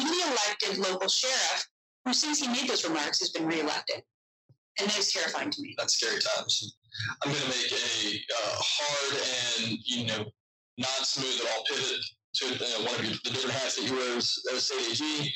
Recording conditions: poor sound quality